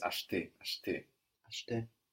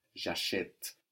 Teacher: The E will change sound. So that E that can be totally disappeared in acheter now becomes clear and pronounced, and it has a written accent on it.